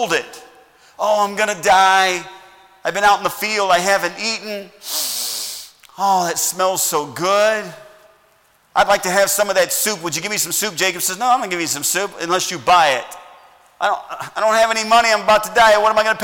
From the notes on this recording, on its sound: Message preached at Heritage Baptist Church, Lawrence Ks.